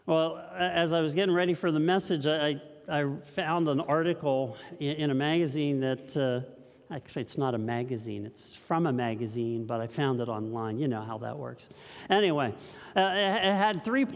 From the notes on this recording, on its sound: This message was first preached at Linglestown Life on 1/8/2023